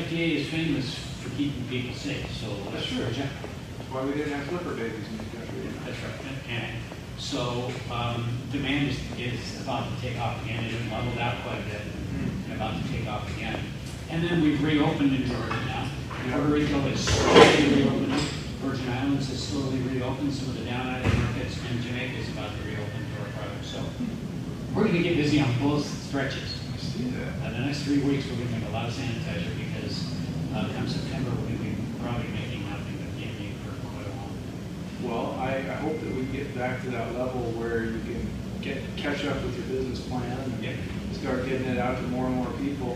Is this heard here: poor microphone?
yes